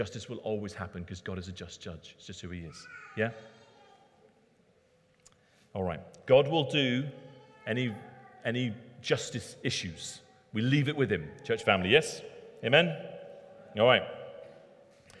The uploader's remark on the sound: Recorded at Middlesbrough Community Church.